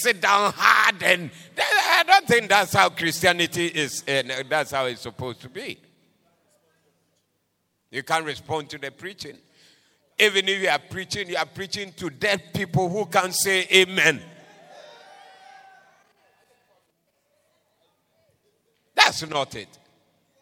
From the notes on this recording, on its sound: Preached at the Doxa Service 09072023